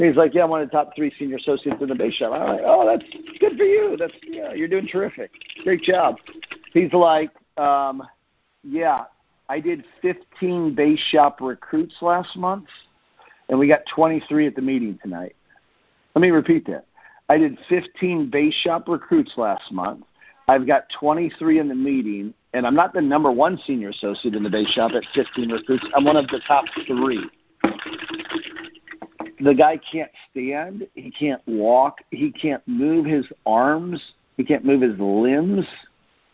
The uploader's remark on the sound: Team Freedom conference call on 8/30/19.